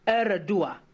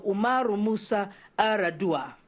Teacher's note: it's spelt with a Y, Y-A-R apostrophe capital A-D-U-A, but it's pronounced almost without the Y. You swallow it.